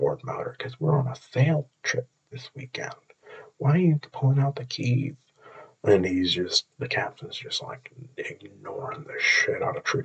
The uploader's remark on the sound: I also forgot to use my very expensive recording equipment for this recording, so I sound like I'm swimming with an Orca.